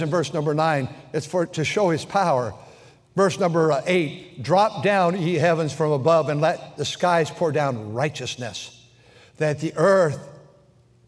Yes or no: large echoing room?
yes